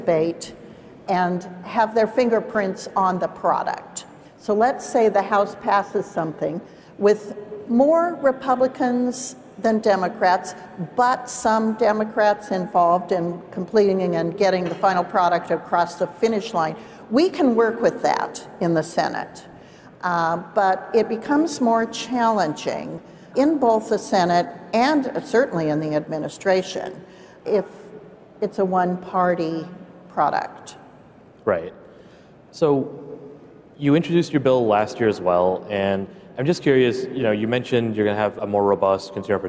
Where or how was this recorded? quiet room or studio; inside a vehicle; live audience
live audience